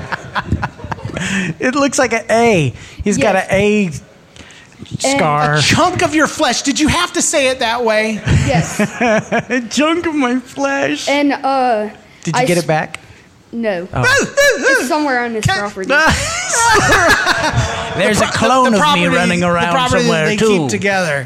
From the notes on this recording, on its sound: Recorded in front of a live audience at Narthex Con 2022.